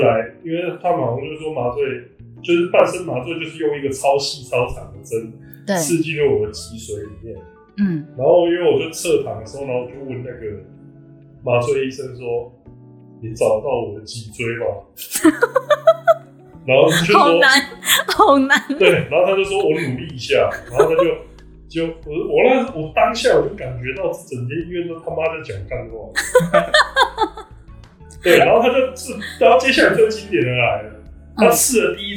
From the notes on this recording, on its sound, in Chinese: 早期節目錄音品質不佳，敬請見諒